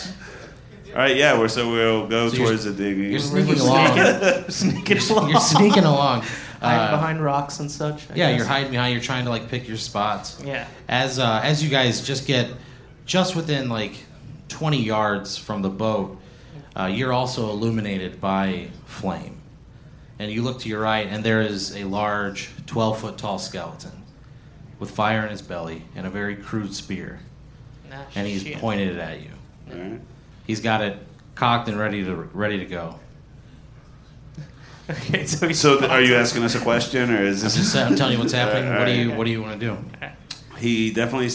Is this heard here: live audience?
yes